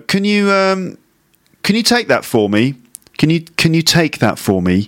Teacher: the weak form of can with a schwa sound